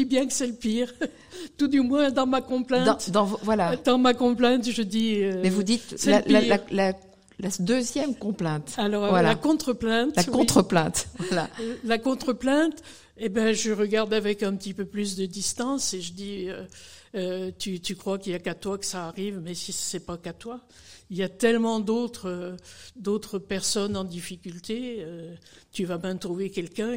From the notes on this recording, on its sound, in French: Rencontre en public. À l'OPSIS de Roche-la-Molière.